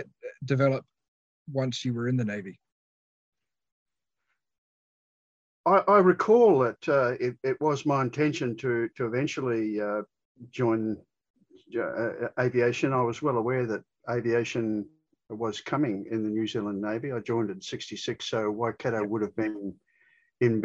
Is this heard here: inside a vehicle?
no